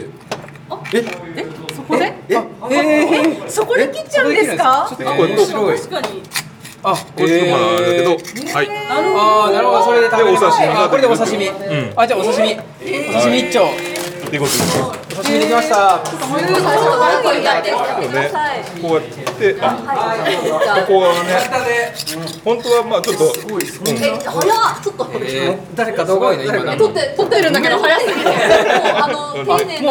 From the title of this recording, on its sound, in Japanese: 実録！魚食系忘年会2023〜世界初！？ホタテの殻剥き実演音声入り〜